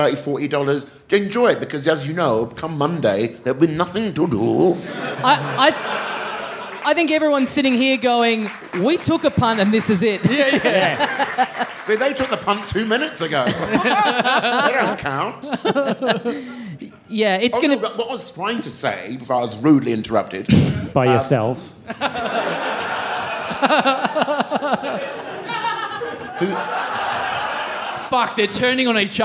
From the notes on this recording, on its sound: The people of Adelaide turned up at the last minute to catch the first of our awesome live episodes. Things get weird with a young man in the front row.